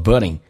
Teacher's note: but 跟 in 有一个连音叫做 butin